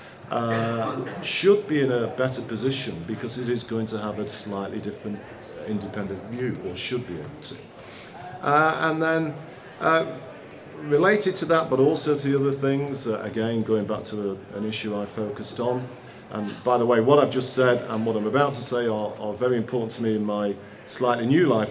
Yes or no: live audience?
yes